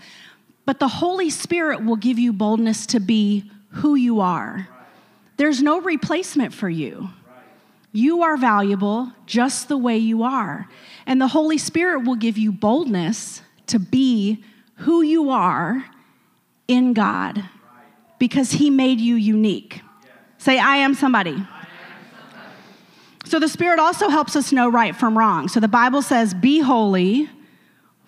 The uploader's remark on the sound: a service recording from Connect Point UPC